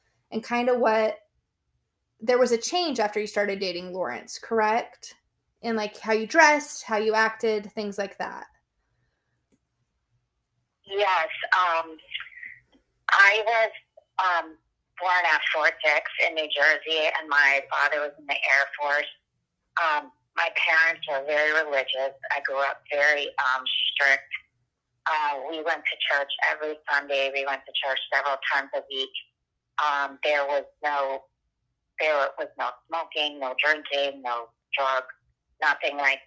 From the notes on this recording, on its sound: Part 1 of our prison phone interview.